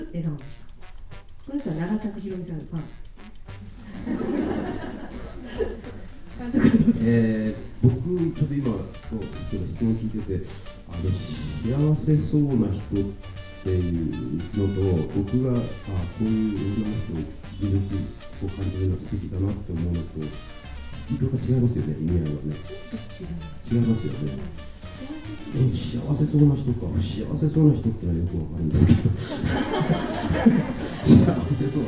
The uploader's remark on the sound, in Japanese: 今回は、7/9に行われた試写会の舞台をかりて、公開生収録を行ってきました。